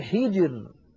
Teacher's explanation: الراء ساكنة، وقبلها الجيم ساكنة، وقبلها الحاء مكسورة، إذن نرقق هذه الراء وكأنها ري، كأنها مكسورة.